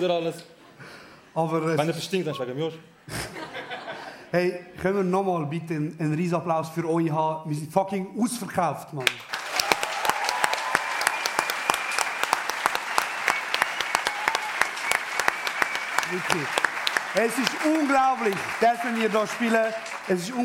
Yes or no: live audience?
yes